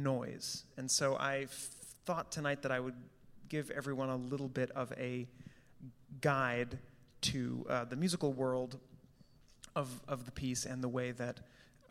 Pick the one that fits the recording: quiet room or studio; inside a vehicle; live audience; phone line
live audience